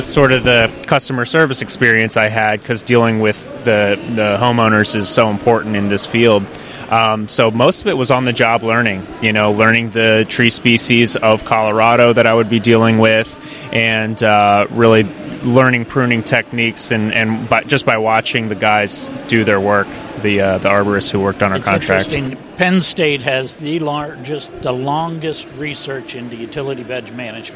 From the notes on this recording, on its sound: at the Trees and Utilities 2023 Conference